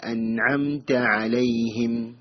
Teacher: അൻഅംത എന്ന വാക്കിലെ ഐന് അതിന്റെ യഥാ മഖ്റജിൽ നിന്ന് ഉച്ചരിക്കേണ്ടതാണ്. ഐനിന്റെ മഹ്റജ് ഉത്ഭവസ്ഥാനം തൊണ്ടയുടെ മധ്യഭാഗം ആണ്